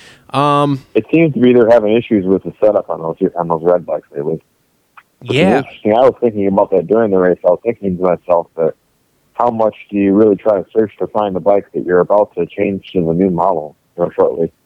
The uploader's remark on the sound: Gets on the phone with semi-regular co-host and friend of the show. Then the guys call up fellow podcaster.